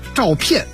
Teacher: 这个不加儿化音必须念片四声